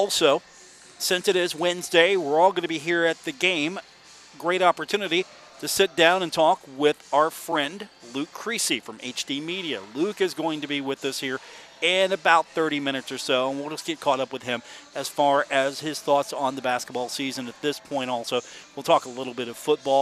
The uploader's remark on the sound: live from the Cam Henderson Center on the campus of Marshall University for today's show